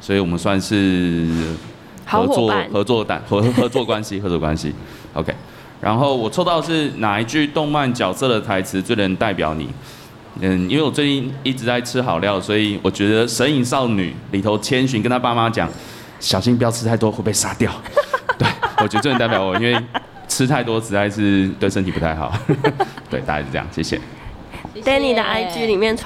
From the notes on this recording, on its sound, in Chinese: 文青100活動現場實況轉播。不過這集的節目有點空間音。這集我們直接邀請參加活動的大家一起錄音。